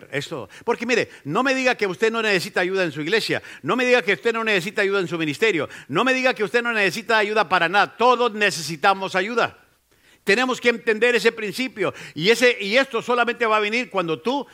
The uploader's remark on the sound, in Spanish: Esta lección fue grabada en vivo durante las conferencias de “Liderazgo Enfocado” en la iglesia Centro Familiar Cristiano .